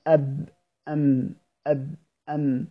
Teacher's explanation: الباء تلاحظ إن هي أدخل شوية وانطباق أكثر من الميم